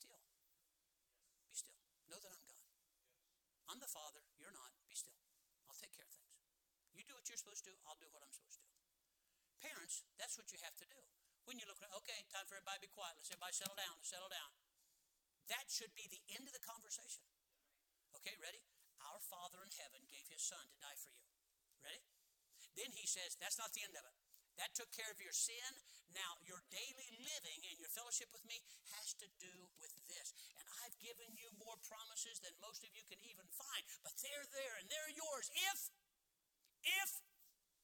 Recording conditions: large echoing room